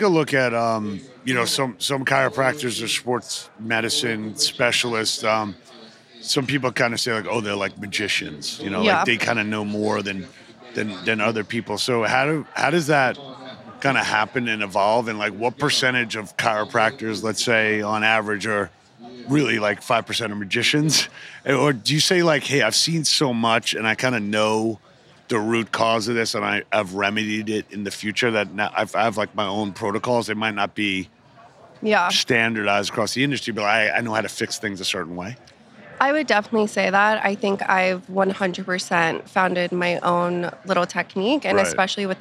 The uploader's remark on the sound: Live from the floor of the March 2023 IHRSA Trade Show in San Diego